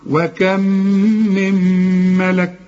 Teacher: كأن ما عنديش نون، كأن النون اتحولت لميم، ما هي ادغمت في الميم برضو